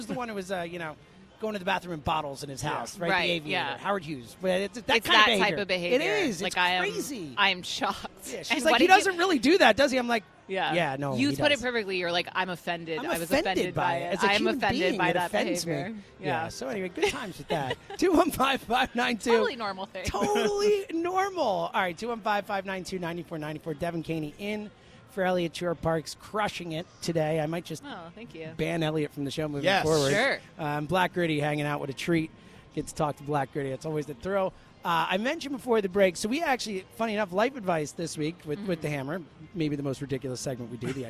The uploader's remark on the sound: live at Parx Casino